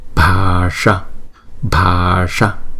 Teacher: Chữ S này chúng ta uốn cong lưỡi lại và búng ra Sa Sa. Chữ A đầu thì chúng ta đọc hai nhịp, chữ A sau chúng ta đọc một nhịp